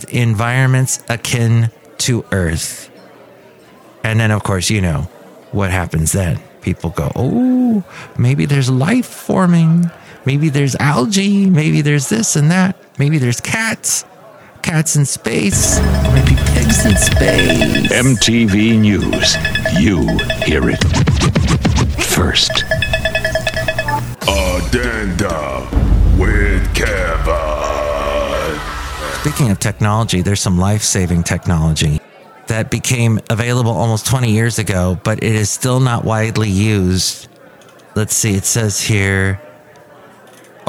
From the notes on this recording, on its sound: podcasts live from Café Anyway